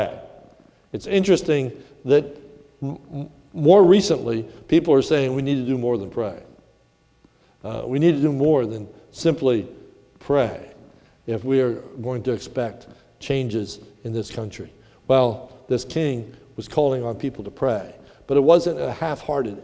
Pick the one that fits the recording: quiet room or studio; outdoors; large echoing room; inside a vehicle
large echoing room